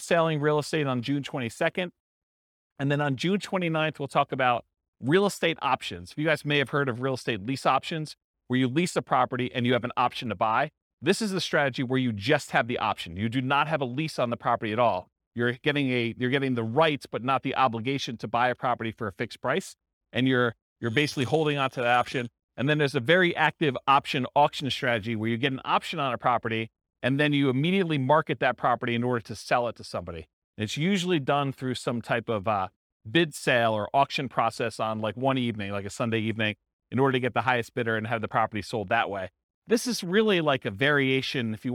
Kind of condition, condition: setting, live audience